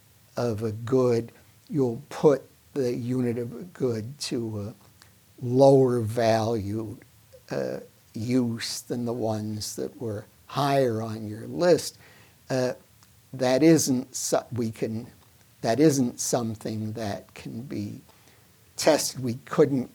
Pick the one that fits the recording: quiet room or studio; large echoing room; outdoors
large echoing room